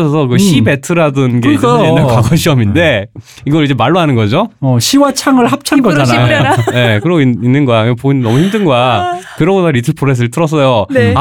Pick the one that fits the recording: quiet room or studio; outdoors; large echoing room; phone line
quiet room or studio